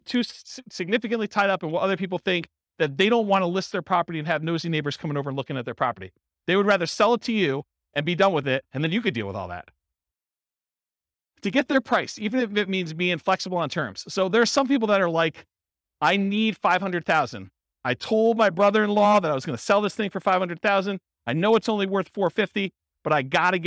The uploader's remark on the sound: This was a live class recorded